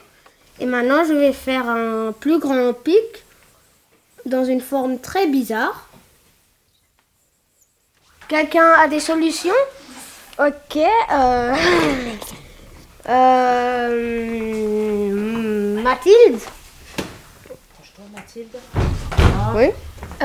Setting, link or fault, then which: fault, sounds in the background